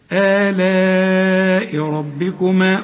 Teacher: كل راء طبعا أنت عارف أنها مفخمة مدام مفتوحة